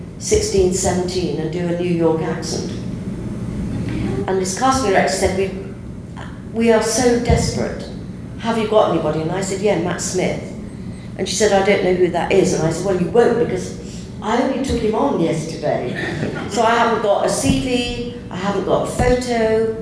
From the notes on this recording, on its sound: With some help from a live audience at Console Room 2016!